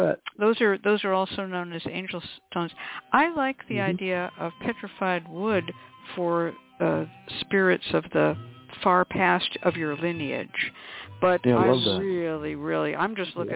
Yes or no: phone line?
yes